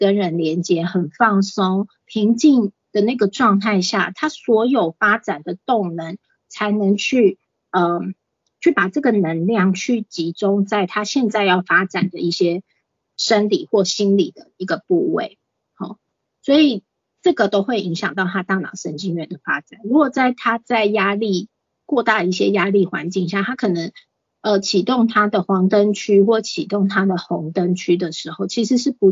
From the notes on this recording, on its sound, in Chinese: 此為線上課程錄音檔！